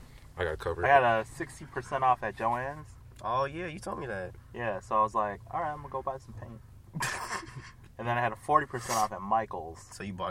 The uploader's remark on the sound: The boys are back in the car for now.